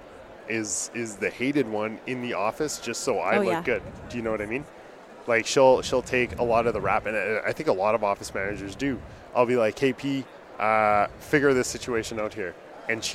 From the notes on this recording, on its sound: Back again to our guests at our 2023 ODA ASM Conference booth